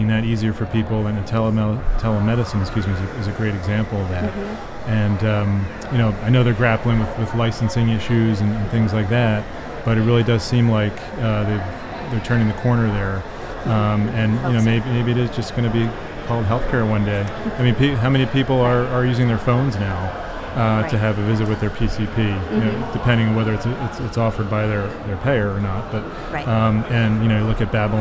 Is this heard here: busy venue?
yes